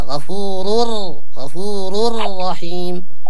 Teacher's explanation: بمعنى أن الراء الأول والثاني يعني هو تنوين جاء بعد راء أدمجنا راء في راء أصبح راء مشددة